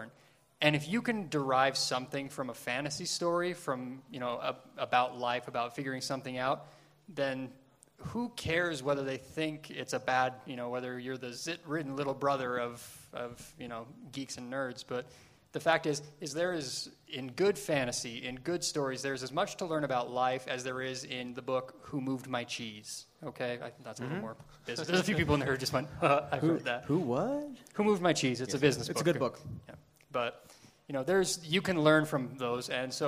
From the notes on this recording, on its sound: LIVE from Salt Lake Comic Con. Joined by a live audience at Salt Lake Comic Con. Chosen topics were quickly discarded in favor of nerdy games and audience participation.